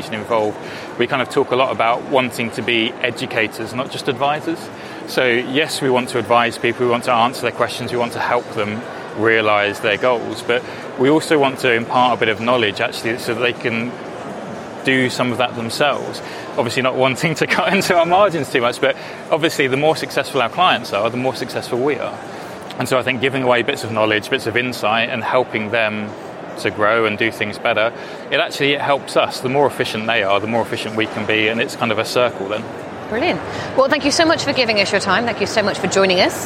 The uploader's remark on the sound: Live! From Xerocon 2018. As if that wasn't enough we also hosted an extra special edition of Fintech Insider: Live from the Xerocon exhibition hall.